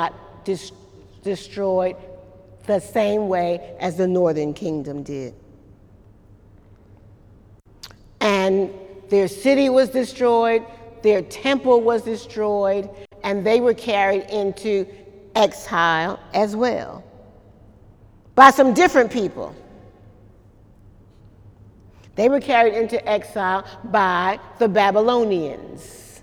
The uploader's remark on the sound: During Wednesday night service on July 11, 2018